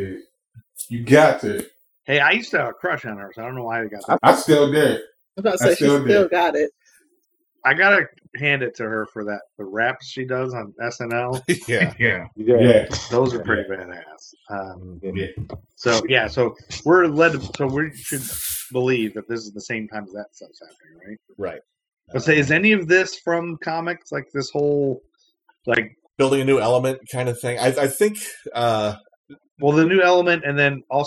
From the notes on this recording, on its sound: Still trying to figure out how to record remotely in a pandemic. Please pardon the audio.